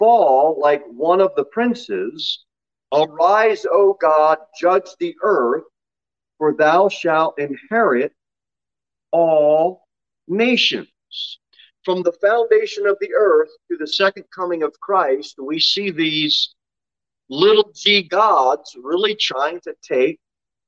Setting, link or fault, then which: setting, large echoing room